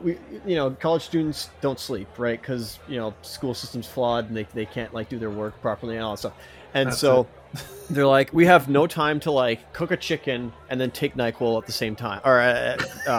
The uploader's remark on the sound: All and all, it's just another fun day at the bar. This episode was recorded in front of a live bar side audience.